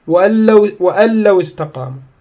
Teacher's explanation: لكن يمكن أن يشكل على المصنف وحتى على المحشي محمد محي الدين بلي، وأن لو استقاموا، طبعا ما تلفظ النون، ما تلفظ باعتبار تدغم باللام